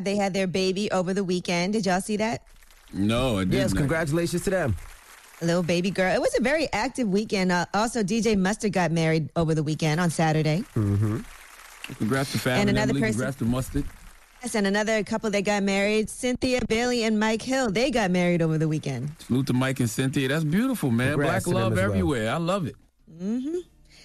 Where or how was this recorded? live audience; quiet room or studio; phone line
phone line